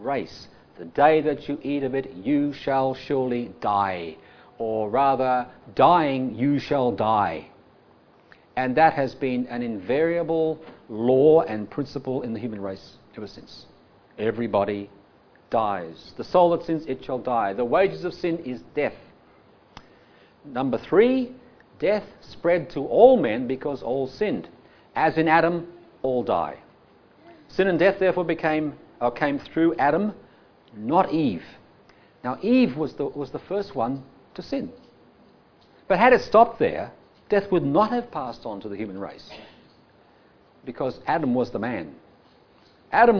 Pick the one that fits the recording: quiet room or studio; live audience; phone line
live audience